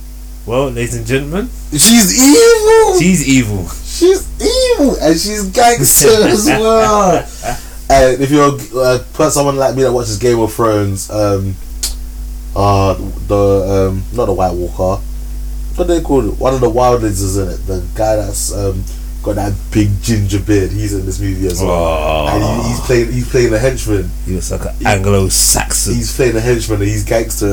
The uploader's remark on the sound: I remembered to attach the mixer to the laptop but still having some audio issues please bare with us as we are still novices.